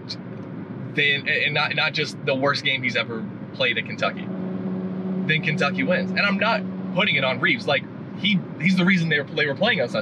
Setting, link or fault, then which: setting, inside a vehicle